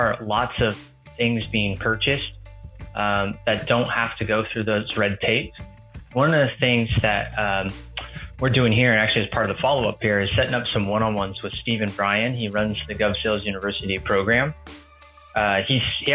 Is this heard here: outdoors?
no